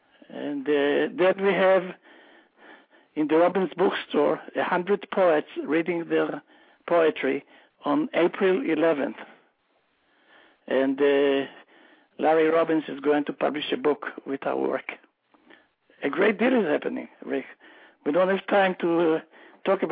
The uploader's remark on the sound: callers from Laguna Hills, CA, Lake Wells, FL, Valley Center, CA, Columbus, OH, Newark, NJ, and Elkins Park, PA